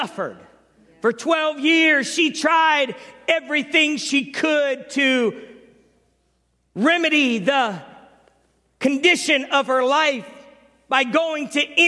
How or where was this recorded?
large echoing room